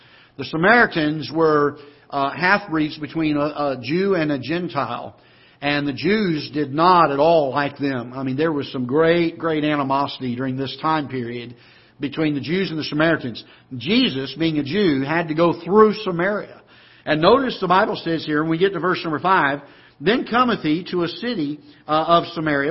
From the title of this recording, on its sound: Ketha Heights Baptist Church ~ Live Broadcast